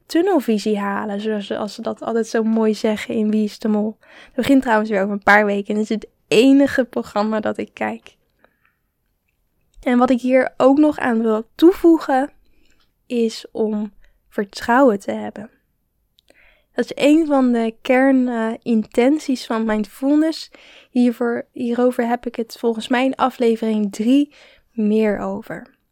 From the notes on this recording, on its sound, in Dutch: Ik hoop dat de audiokwaliteit goed is, het waaide nogal hard! Ook ben ik verkouden geweest, dus mijn stem is nog niet 100% de oude.